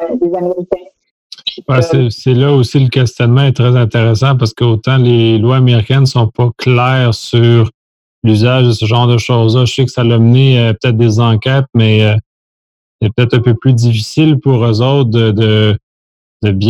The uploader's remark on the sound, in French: Locaux virtuels par Zoom. QuebecSec - Enregistrement de La French Connection. Locaux virtuels par Zoom.